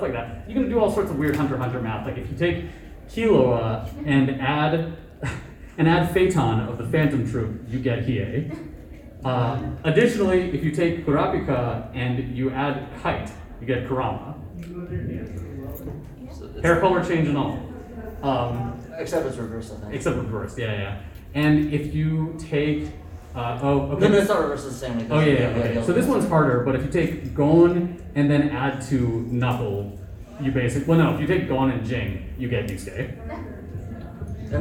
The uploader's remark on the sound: 3 of the 5 members of the pod crew did a panel at Saboten Con 2021 in Phoenix Arizona.